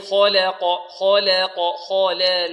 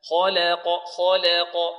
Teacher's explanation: اللام مفتوحة فلا بد من فتح اللام الفتحة المتوسطة، الفتح المعروف عند العرب. · Shown in: second take